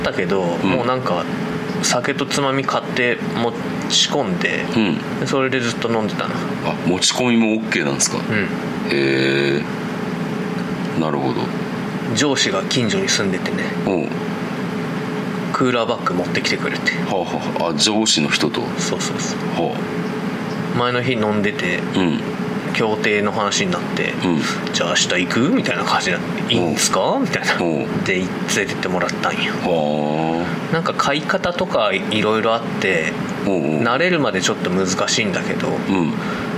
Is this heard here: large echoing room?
no